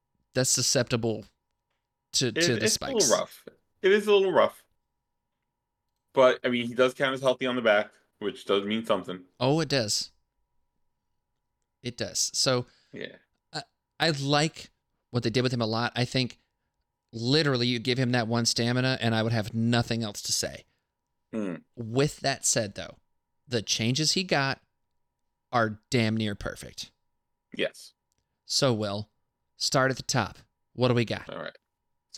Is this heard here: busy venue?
no